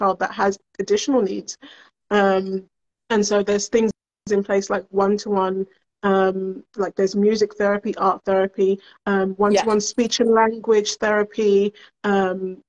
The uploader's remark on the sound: (IG Live March '23).